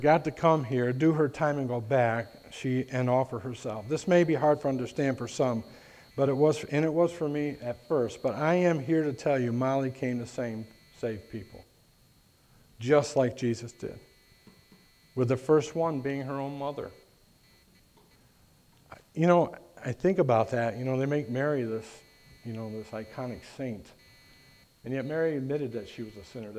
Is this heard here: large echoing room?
yes